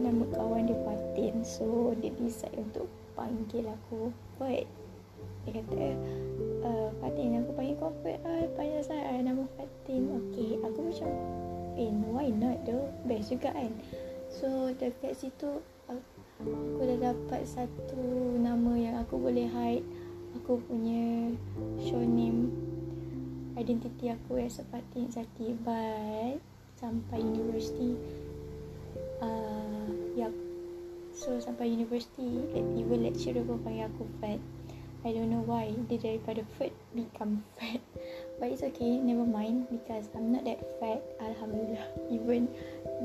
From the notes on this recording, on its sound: Sorry for the noise.